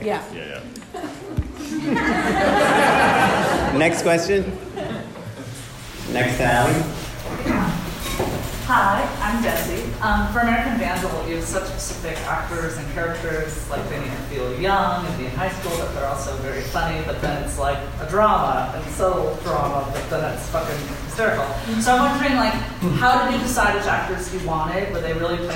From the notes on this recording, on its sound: Bonus Audience Q &. Here's the Q&A from our live show 2018 winter live show.